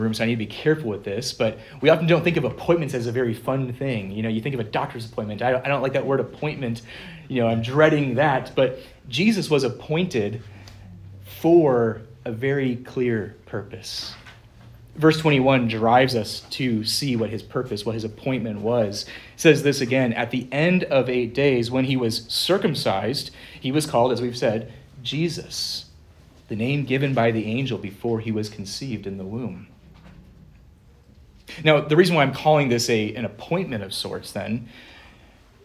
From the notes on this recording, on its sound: Preached at Good Shepherd Reformed Fellowship